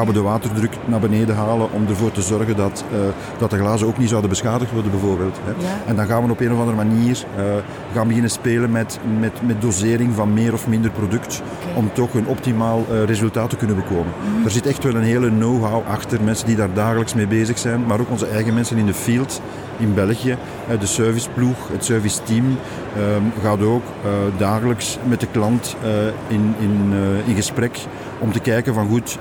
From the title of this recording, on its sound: Horeca Expo Live